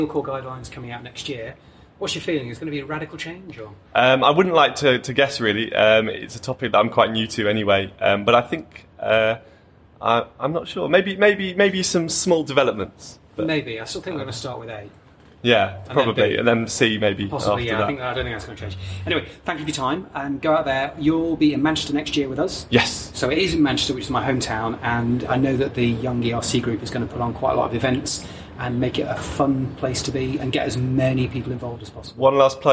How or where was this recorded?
busy venue